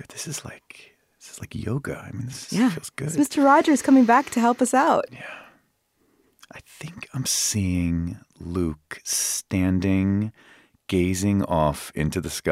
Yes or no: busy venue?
no